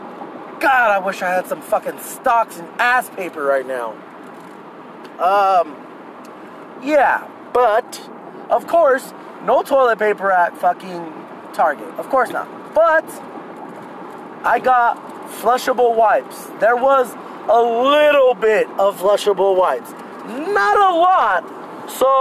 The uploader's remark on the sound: Here's a special Drive & Pod episode I recorded while on a daring mission out in the midst of covid-19 to find and purchase "Toilet Paper".